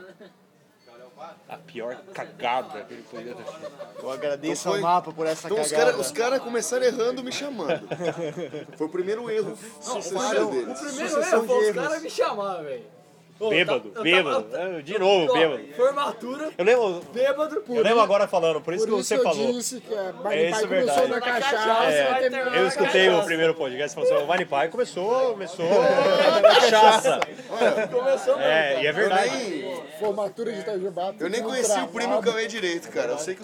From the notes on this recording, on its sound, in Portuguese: Este episódio foi gravado na mesa do bar